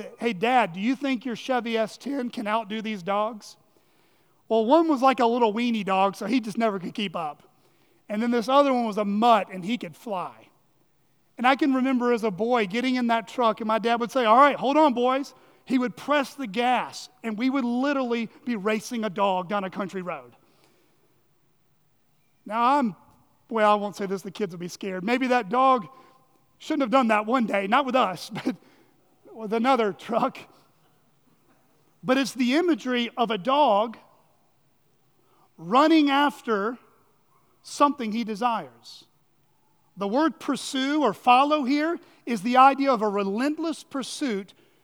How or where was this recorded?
large echoing room